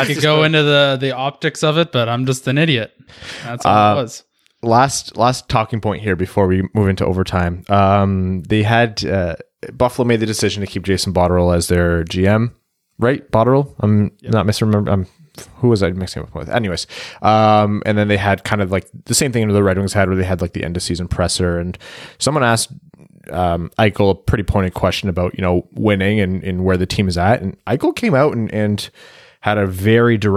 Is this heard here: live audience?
no